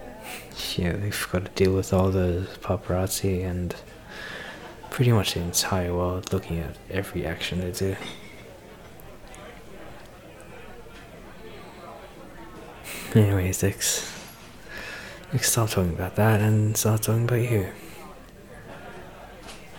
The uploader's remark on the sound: Sorry for the reupload, I've turned the crowd noises down now so it should be easier to hear me.